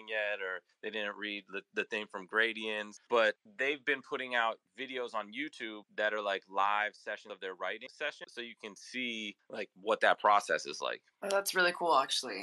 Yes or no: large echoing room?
no